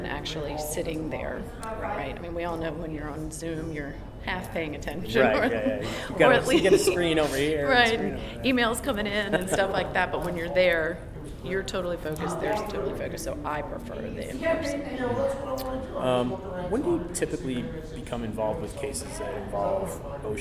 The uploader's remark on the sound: This interview was recorded at the NSC Safety Congress in New Orleans in October.